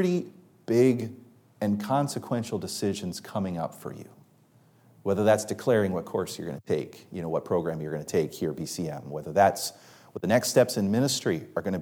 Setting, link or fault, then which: setting, large echoing room